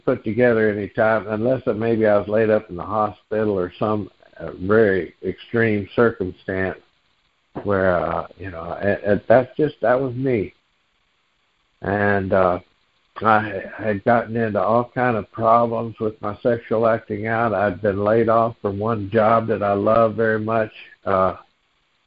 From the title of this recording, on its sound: Noon Phone Meeting Speaker Series